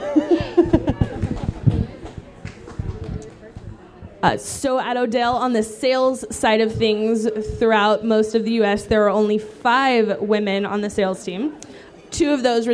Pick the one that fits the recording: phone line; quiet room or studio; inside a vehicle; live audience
live audience